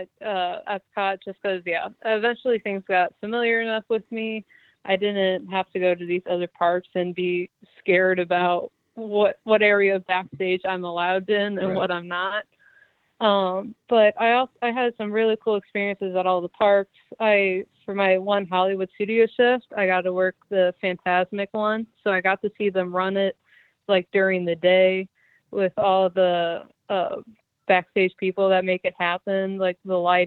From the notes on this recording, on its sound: This is the Live Call-in Show from this past Sunday night, August 13, 2023!